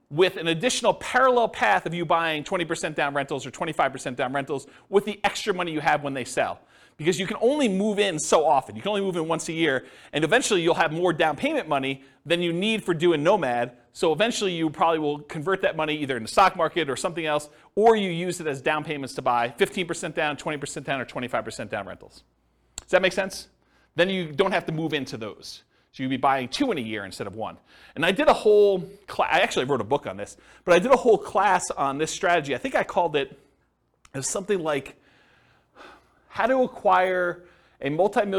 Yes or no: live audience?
yes